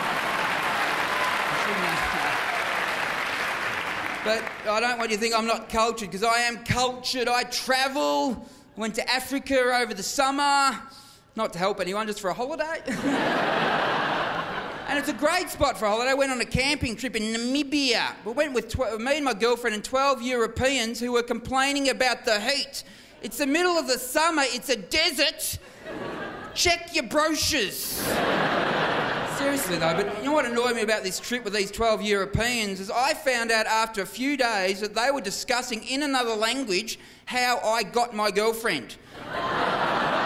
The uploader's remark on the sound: 2006 Melbourne International Comedy Festival Gala